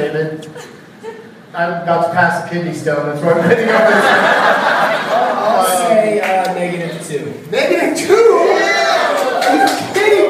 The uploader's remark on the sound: Live from Wiseguys Comedy Club in Salt Lake City